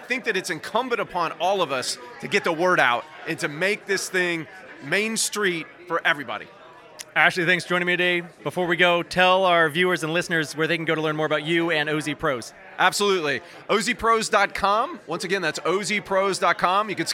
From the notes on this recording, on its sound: 150 of the top Opportunity Zone professionals and investors gathered in Washington DC for the Novogradac 2023 Fall Opportunity Zones Summit. Live on-site.